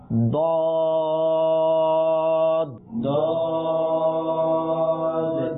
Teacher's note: এই দুটি হরফ একটু ভিন্ন, যেমন সদ একটা ধাক্কা দিতে হচ্ছে কিছুটা, অর্থাৎ শেষে একটু করে দালের উচ্চারণ হচ্ছে, তার মানে বোঝা গেল সদ এবং দদের ক্ষেত্রে একটু ধাক্কা, অর্থাৎ শেষে দালটাকে উচ্চারণ করতে হবে।